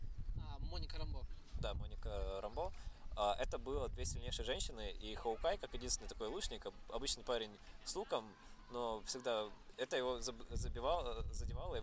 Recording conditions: wind noise